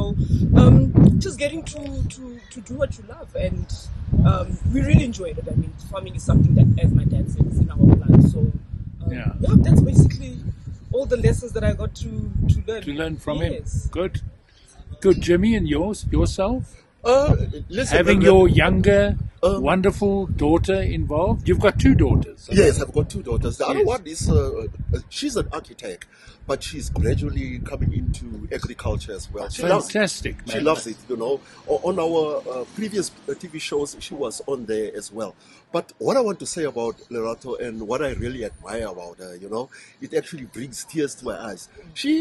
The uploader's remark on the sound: We were outside and there are moments of wind-noise.